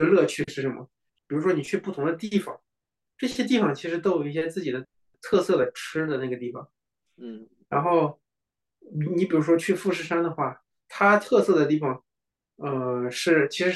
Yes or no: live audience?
no